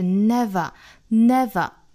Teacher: 注意不要卷舌是 never, never,尾部是小刷音 a